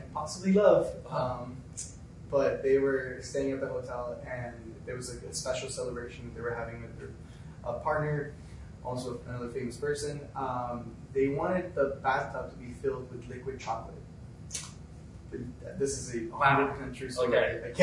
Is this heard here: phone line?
no